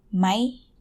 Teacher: The word is written as mai, rising tone, but when you pronounce it, it's always mai, so it will be a high tone. So in spoken Thai, everyone says high tone version.